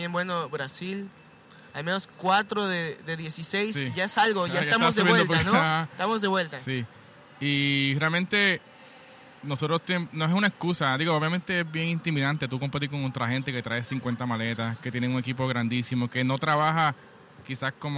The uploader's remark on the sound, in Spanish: La entrevista fue grabada en el Coffee Expo en Boston.